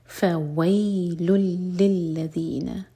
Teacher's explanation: دونوں لام پر شدہ ہے، للذین تو دونوں لام کو اسٹرانگ پڑھا جائے گا · Term: ادغام بغیر غنہ